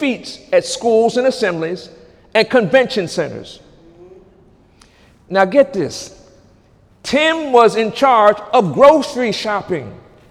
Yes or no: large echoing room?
yes